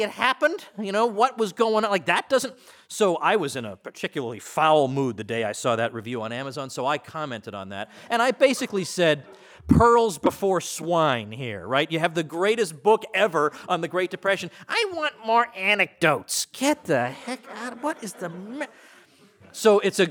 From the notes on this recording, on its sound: The opening lecture of Mises University 2017. Recorded at the Mises Institute in Auburn, Alabama.